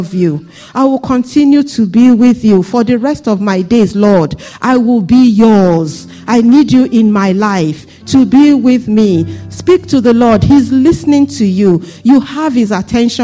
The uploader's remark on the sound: This Sunday Service message preached